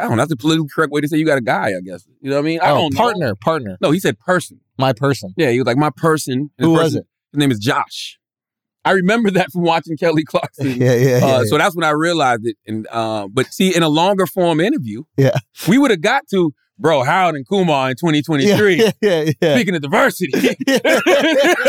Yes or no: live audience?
no